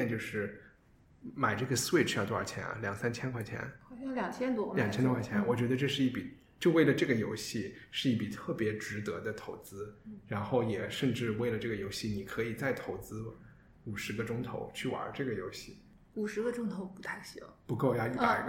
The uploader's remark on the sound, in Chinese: 这周节目是在一个比较大的办公室录音，可能回音感觉会比较强。